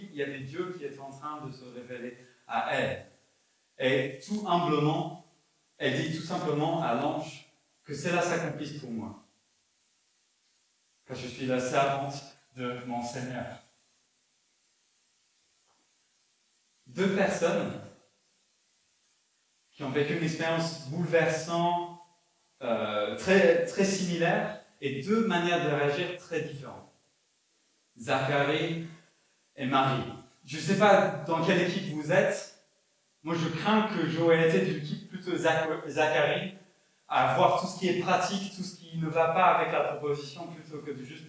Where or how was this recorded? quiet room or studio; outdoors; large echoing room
large echoing room